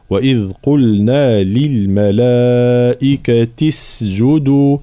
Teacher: إذا وصلناها بما قبلها، طبعا همزة الوصل تسقط في درج الكلام، فنمر هنا من التاء المكسورة كلمة الملائكة إلى السين الساكنة مباشرة. وإذ قلنا للملائكة اسجدوا هكذا، فالانتباه، ثم بيان سكون السين وضم الجيم للملائكة اسجدوا هكذا، فالانتباه.